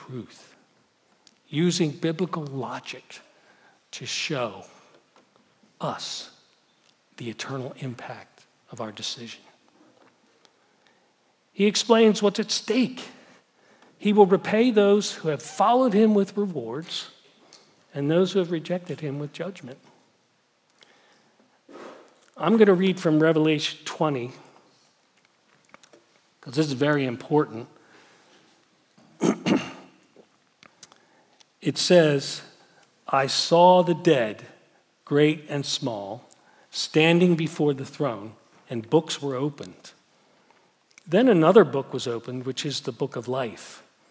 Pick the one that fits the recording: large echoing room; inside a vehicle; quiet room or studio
large echoing room